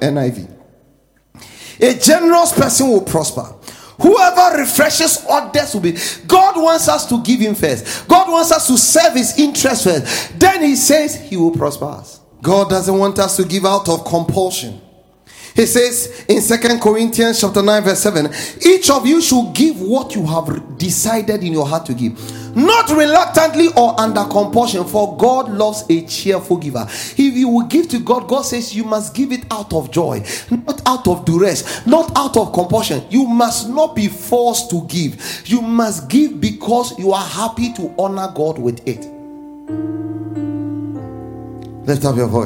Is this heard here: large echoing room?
yes